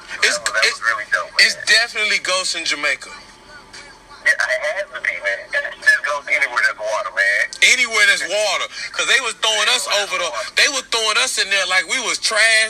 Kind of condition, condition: link, phone line